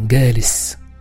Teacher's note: Le jim est ici prononcé g, ce qui est assez rare en darija. C'est la prononciation égyptienne usuelle du jim, mais en darija marocain, le g, qui n'est pas un phonème de la langue arabe classique, provient usuellement de la modification d'un qaf ou d'un kaf.